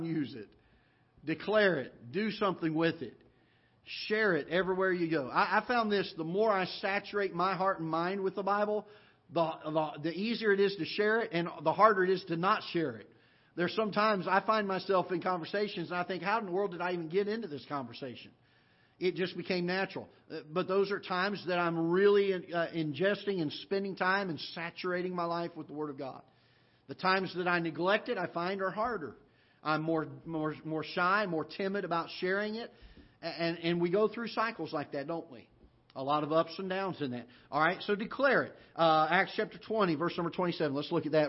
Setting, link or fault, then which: setting, large echoing room